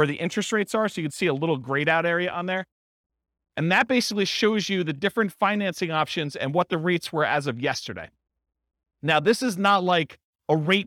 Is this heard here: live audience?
yes